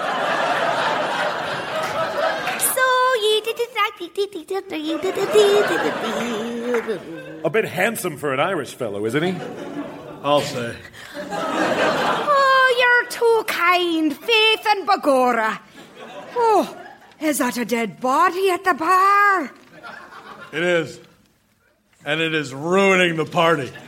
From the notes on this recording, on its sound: Recorded Live 1/10/2014 at Largo, Los Angeles.